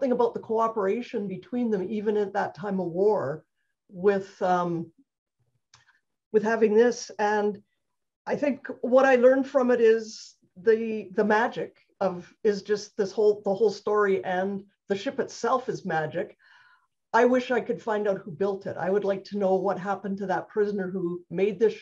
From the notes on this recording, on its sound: This short story was clipped from my live virtual Show & Tale